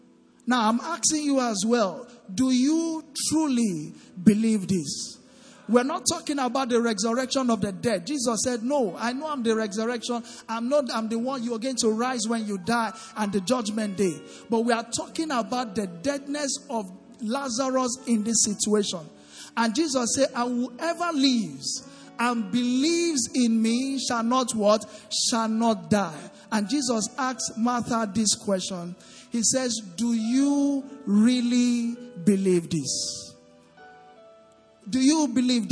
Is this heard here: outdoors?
no